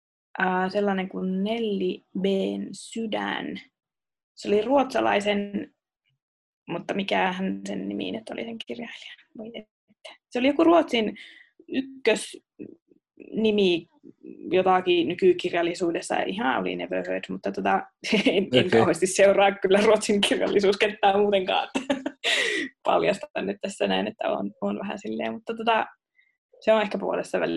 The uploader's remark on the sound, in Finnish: Jakso on äänitetty koronaeristäytymisen sääntöjen mukaisesti Zoom-videopuhelulla Raahesta Helsinkiin.